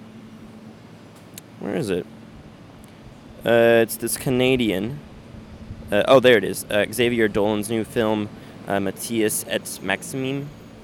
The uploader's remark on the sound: Sorry for the windy parts. Should have brought a sock.